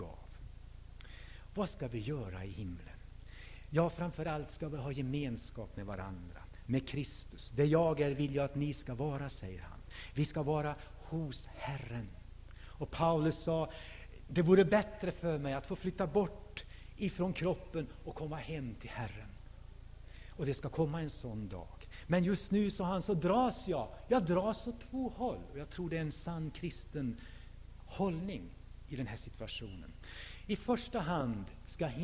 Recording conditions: large echoing room